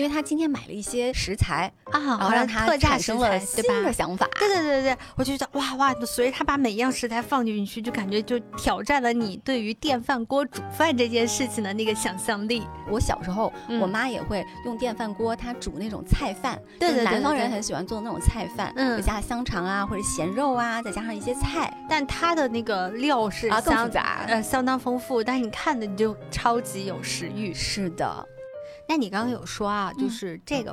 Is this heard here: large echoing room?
no